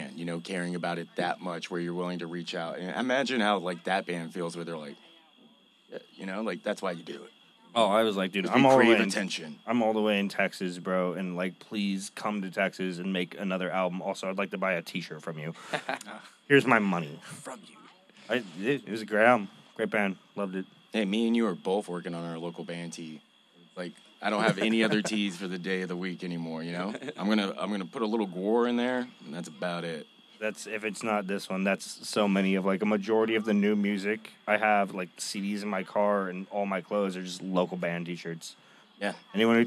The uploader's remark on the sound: Taking over the stage of Indian Roller in Austin, TX on Mondays we will be joined by guests (when available) to listen to and dissect the new music released. Recorded Live at Indian Roller in Austin, TX.